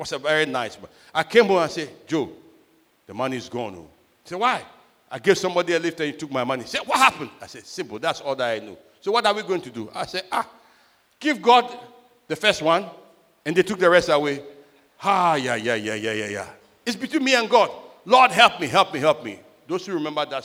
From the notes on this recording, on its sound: Sermon preached at CBC Shiashie Campus